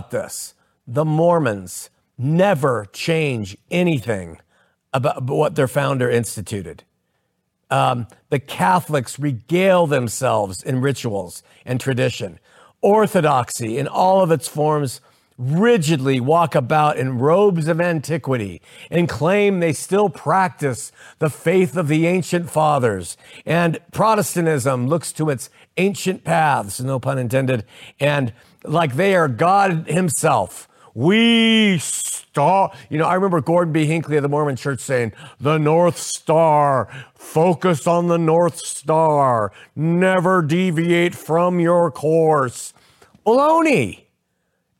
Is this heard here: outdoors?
no